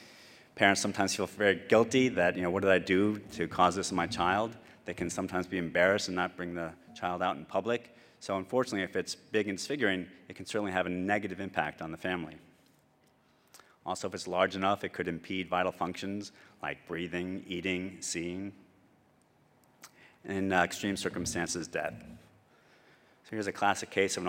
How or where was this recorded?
large echoing room